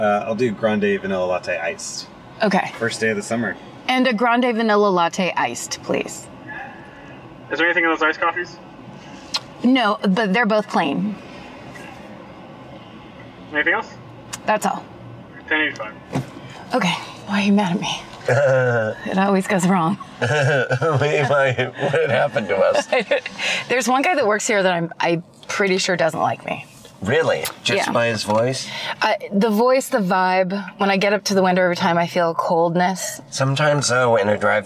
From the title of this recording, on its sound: In the Car